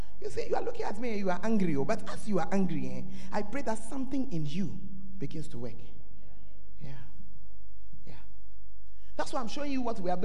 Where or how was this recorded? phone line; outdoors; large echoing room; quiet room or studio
large echoing room